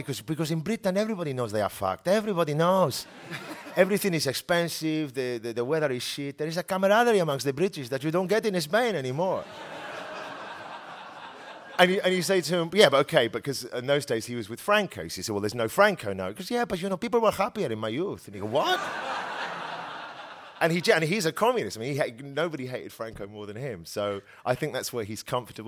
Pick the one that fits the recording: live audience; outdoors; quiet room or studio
live audience